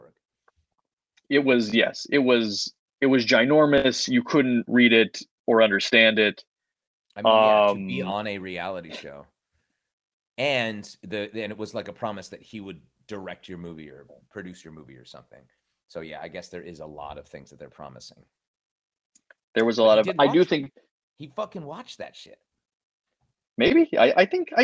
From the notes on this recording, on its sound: Warning - low sound quality! Their original audio was lost to time do to unfamiliarity with software - here is the audio from the twitch stream.